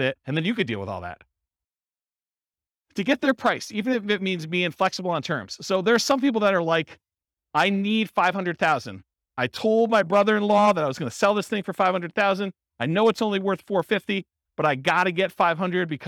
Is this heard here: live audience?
yes